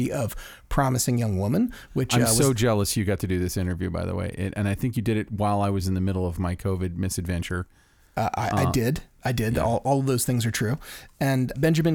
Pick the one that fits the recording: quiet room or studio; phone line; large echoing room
quiet room or studio